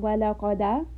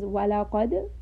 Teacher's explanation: And we see here دال has a سكون. So we have a slight bouncing sound, not enough to sound like a فتحة. · Shown in: second take · So again, this is not ولقد.